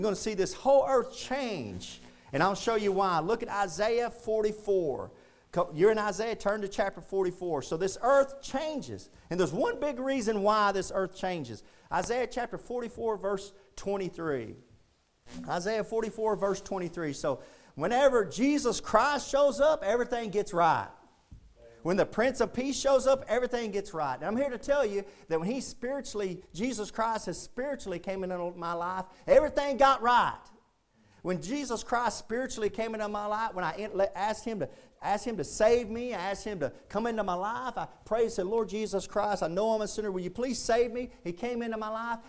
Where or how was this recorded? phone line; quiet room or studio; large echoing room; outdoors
large echoing room